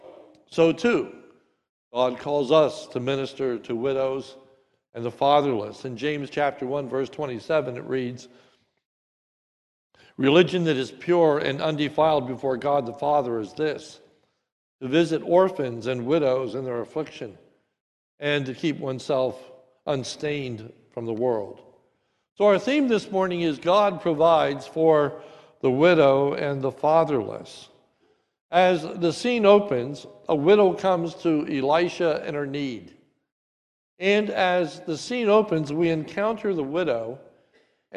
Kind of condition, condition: setting, large echoing room